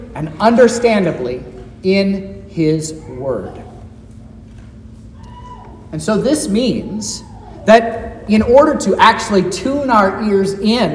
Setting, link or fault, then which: setting, large echoing room